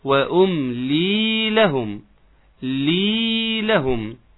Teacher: بعد اللام المكسورة ياء مادية، تمد بمقدار حركتين